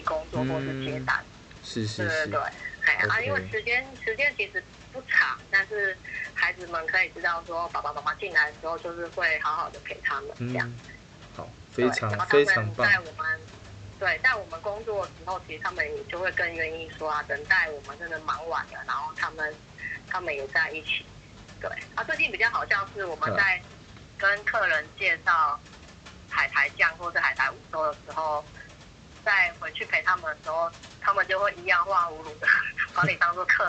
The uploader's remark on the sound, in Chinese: 本集因為是採取語音通話錄製的形式，所以在收音的部分與面對面錄製有所差異。本集裡面有出現的雨聲不是背景音樂，是真的下雨了，偶爾的一些摩托車聲、鍵盤聲(主持人手殘)都是可以理解的。